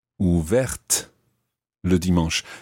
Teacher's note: Ouverte ends in the TE, making the T pronounced.